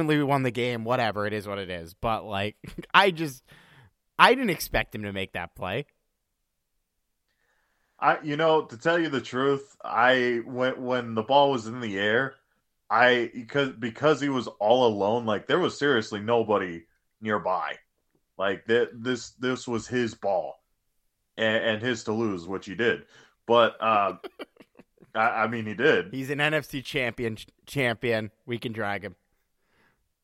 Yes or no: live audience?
no